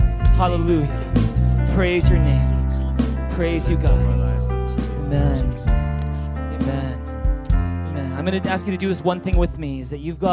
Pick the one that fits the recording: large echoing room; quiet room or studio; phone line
large echoing room